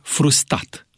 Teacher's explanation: Distinsul academician aprecia că, deoarece repetarea unui sunet în același cuvânt poate jena pe vorbitori, leacul pe care îl găsesc aceștia este eliminarea sunetului repetat, pronunțând astfel consoana o singură dată, în special în construcțiile greu suportabile care îngrămădesc consoanele.